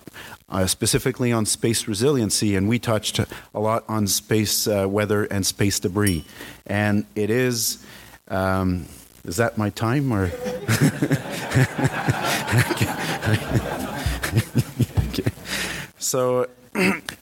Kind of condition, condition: setting, busy venue